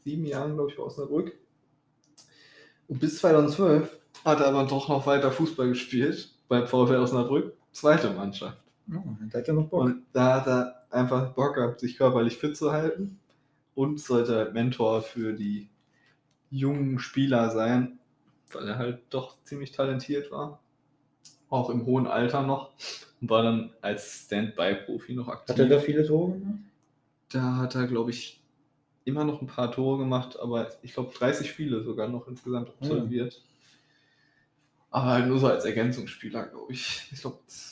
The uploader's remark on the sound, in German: Ihr werdet schnell merken, dass der Sound noch nicht ganz stimmig ist.